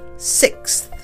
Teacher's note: It's that unvoiced T-H at the end.